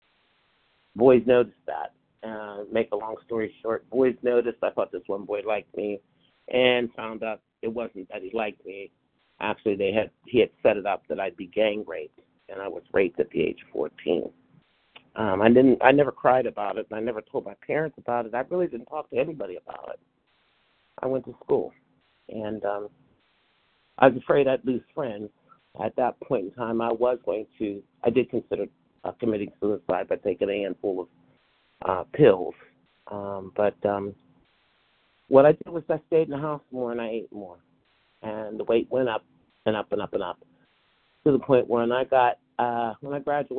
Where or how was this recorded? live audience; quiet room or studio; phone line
phone line